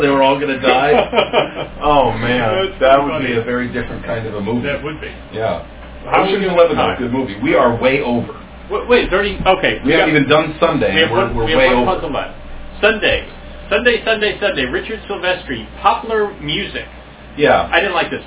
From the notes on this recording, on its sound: We screwed up the sound quality (worse than in the first eight episodes).